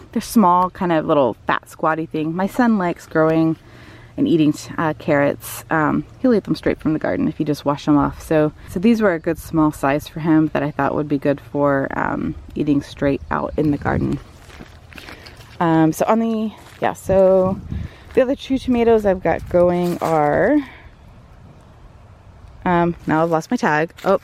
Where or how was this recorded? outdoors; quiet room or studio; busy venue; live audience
outdoors